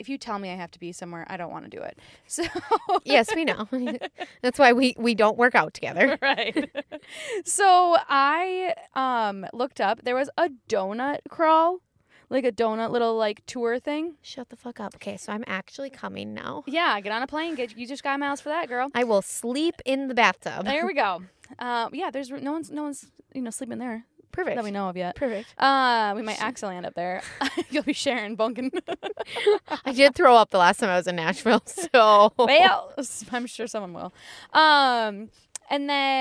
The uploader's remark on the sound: We took it as mobile as we could get and recorded a short epi in the Starbucks parking lot.